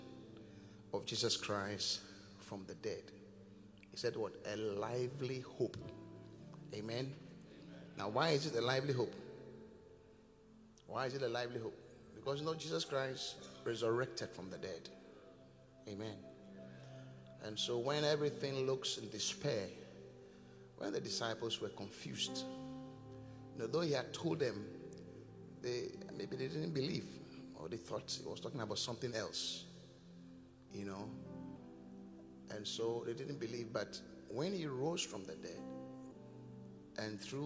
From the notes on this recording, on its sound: Preached at The Qodesh